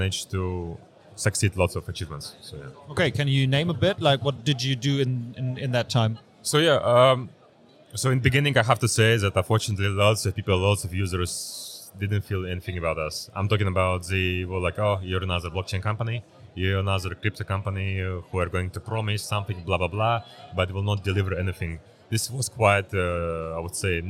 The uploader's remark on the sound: at Blockchance in Hamburg and record this episode for you!